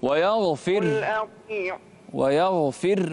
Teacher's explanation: بدون قلقلة في الراء